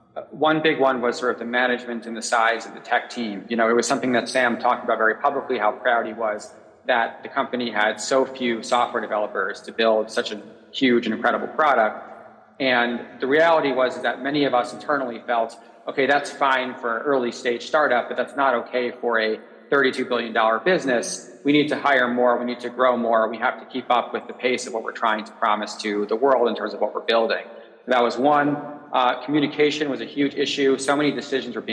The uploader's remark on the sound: A Consensus 2023 panel